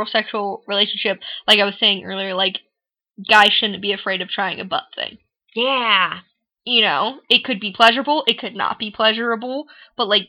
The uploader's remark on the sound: This time with some technical difficulties! Excuse the sound quality.